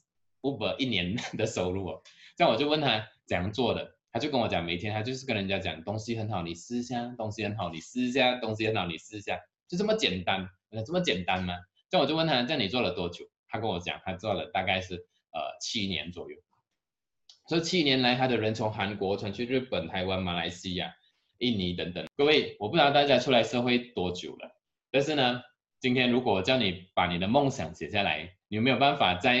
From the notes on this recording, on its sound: Canada Zoom Seminar